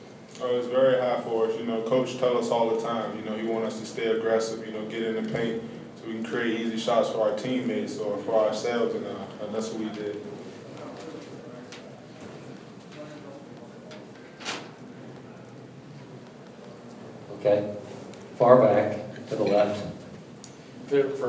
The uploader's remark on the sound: Press Conferences & Post-Game Interviews